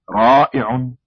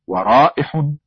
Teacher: العين التي تعمل فيها الأوتار الصوتية وتقوم بالتزمير، والحاء التي تسكت فيها هذه الأوتار، فيكون الصوت حفيفا للنفس بين نقطتي المخرج.